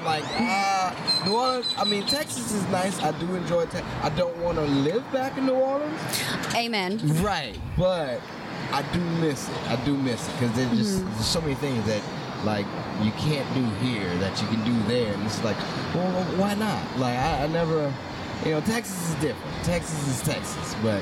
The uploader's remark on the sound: outside our home for poetry, Avant Garden.